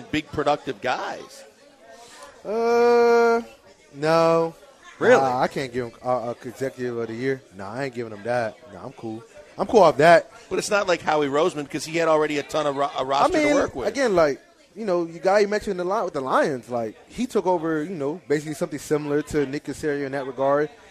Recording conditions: busy venue